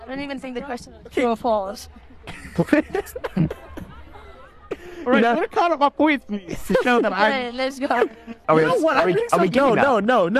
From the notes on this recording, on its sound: We were at the 2023 Standard Bank St Mary's Festival